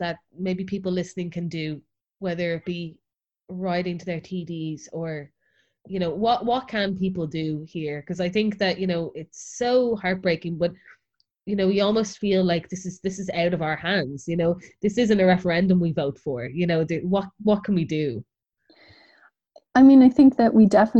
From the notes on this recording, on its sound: Recording on Zoom, so sorry for loss of audio quality.